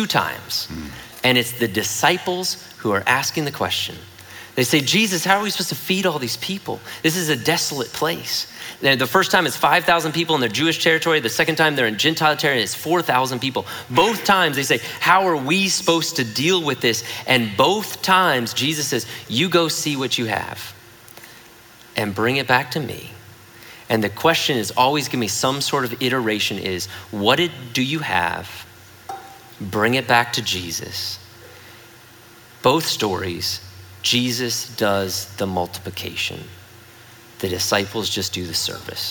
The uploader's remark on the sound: At The Story Houston's 4pm service on Sunday, August 18, 2019